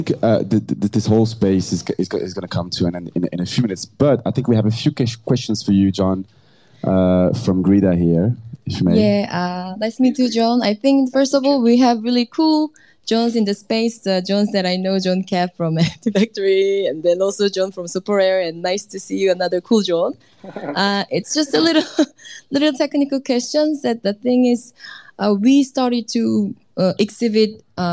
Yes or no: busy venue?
yes